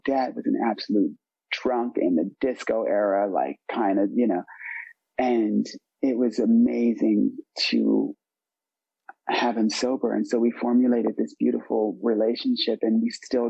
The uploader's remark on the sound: This is a meeting of the North Oakland AA Open speaker meeting held in Oakland California and its one from 2021, during the pandemic so its a zoom this time.